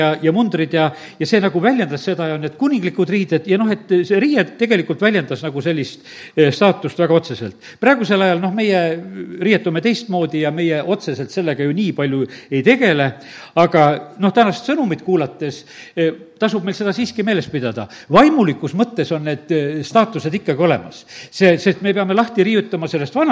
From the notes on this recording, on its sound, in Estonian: Audio salvestus koosolekult